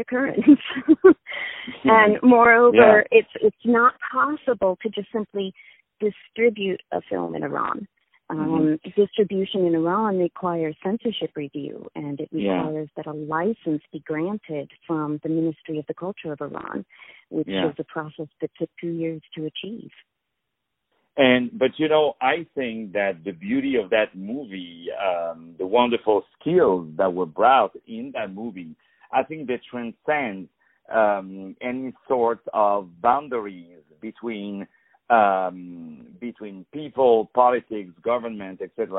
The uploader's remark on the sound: On the phone